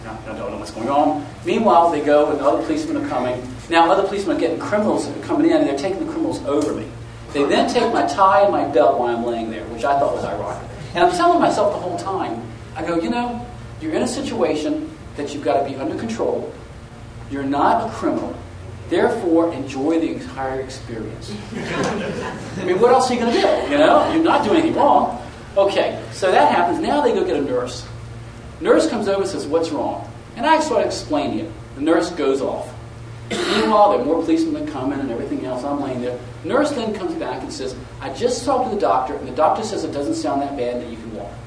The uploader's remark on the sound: Audio from the Helena Montana Medical Growers Assocation Cannabis Symposium that I went to back in September.